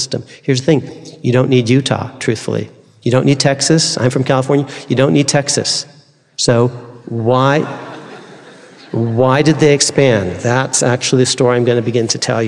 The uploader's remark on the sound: delivered this forum address on September 26, 2023.